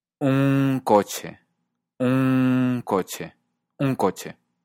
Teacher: La C de coche tiene un sonido velar, como en el inglés sing. Así que un coche hace que la ñ se vuelva velar también.